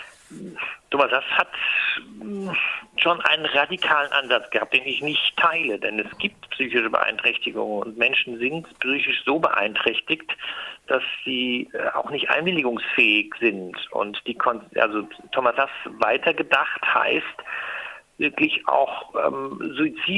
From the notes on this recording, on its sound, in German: Für die dürftige Tonqualität des Telefonates bitten wir um Verzeihung